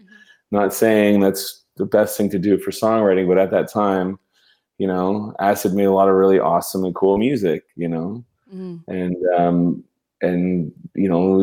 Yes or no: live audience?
no